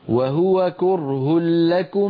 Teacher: وهو كره لكم من غير غنة عند اللام